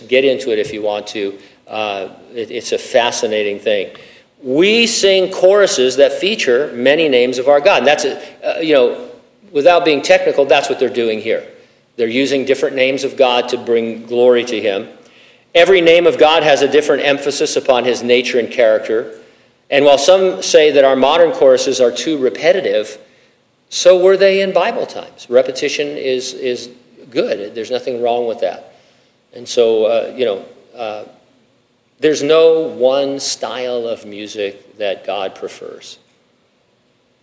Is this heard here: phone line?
no